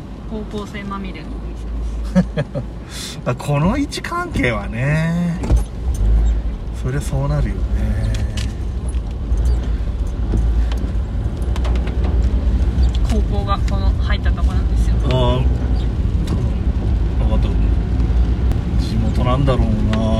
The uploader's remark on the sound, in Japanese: ドライブ雑談。対面収録の前後の車移動中の雑談です。雨のドライブ収録なので音質が悪いのはご容赦ください。